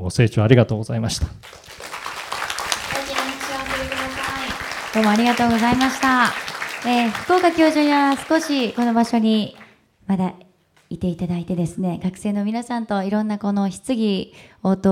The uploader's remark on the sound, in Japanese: FM FESTIVAL 2012。大学生と真剣に向き合い、直接議論を交わしながら行う１回限りの公開授業。京都大学 山内ホールで行なわれた。